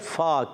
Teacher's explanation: فا کے نیچے زیر ہے، حرکتیں نہیں کھینچیں گے، بہت اس پر زبر ہے، حرکتیں نہیں کھینچیں گے، فا کا مکھرا اوپر والے دانتوں کے کنارے نیچے والے ہونٹ کے تر حصے سے لگتے ہیں